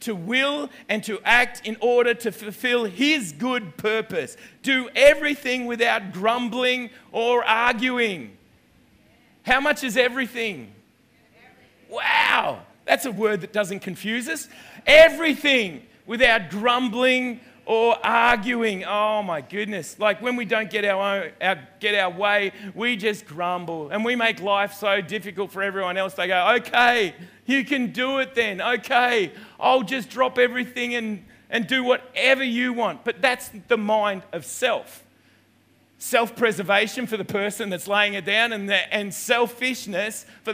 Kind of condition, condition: setting, large echoing room